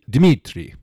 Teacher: There's no vowel between the D and the M. It's Dimitri.